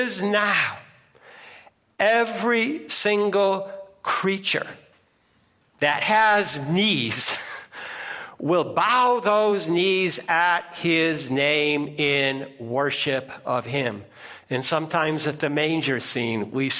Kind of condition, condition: setting, large echoing room